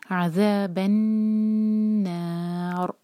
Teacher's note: عذاب النار، نون پر شدہ ہے تو ہم نون کو ہولڈ کریں گے اور کھینچیں گے، اور را کو ساکن کریں گے تو را ہمارا ہیوی ہونا چاہیے